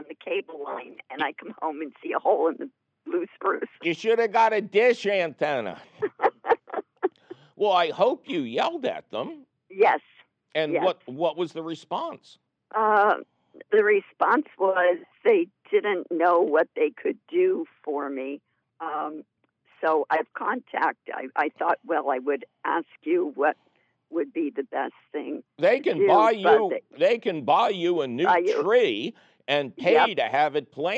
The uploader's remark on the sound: he takes your fabulous phone calls